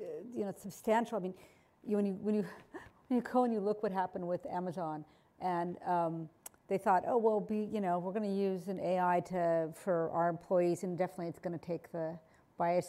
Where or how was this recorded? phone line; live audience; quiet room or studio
live audience